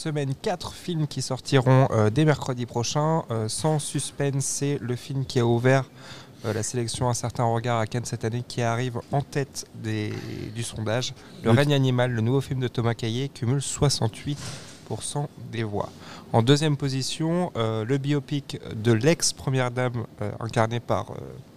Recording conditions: busy venue